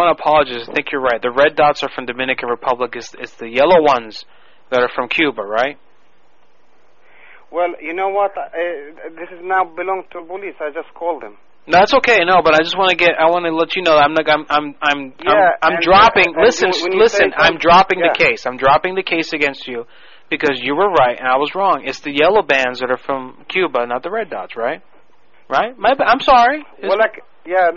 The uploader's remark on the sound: Personal Prank Phone Calls Collection